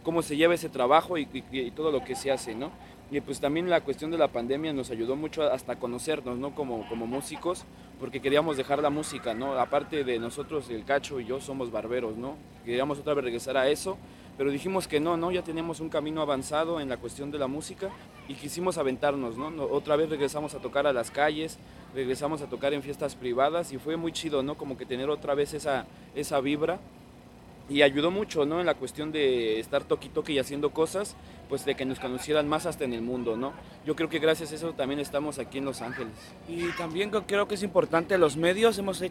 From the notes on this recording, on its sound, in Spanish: Recorded live right before they hit the stage at the Levitt Pavilion in MacArthur Park. Grabado en vivo antes de su concierto en el escenario de Levitt Pavilion en Mac Arthur.